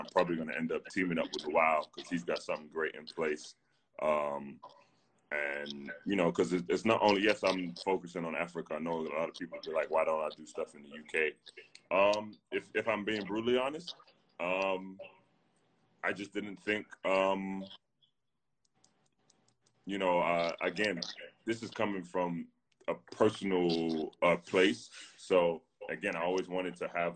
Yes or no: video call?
yes